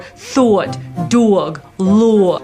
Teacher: the aw sound in thought, dog and law become a diphthong. So they become a two element sound for thought, dog, law.